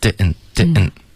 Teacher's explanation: Didn't 的这个喉音停顿要多练习